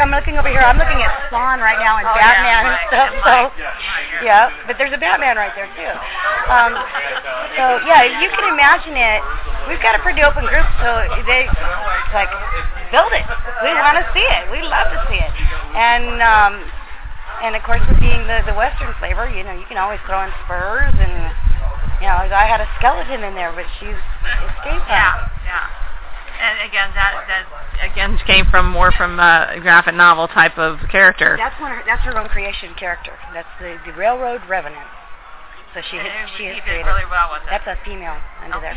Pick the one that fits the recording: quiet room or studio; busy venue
busy venue